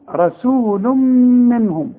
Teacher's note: تنوين والميم ادغام بغنة اقفل شفايفك